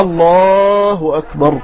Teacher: عليه أن يقول الله أكبر، يعني يطيل شوية في الله